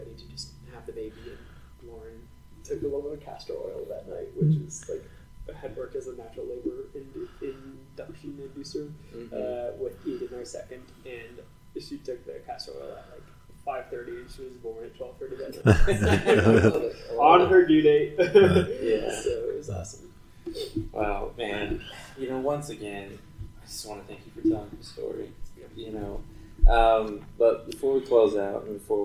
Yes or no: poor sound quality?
yes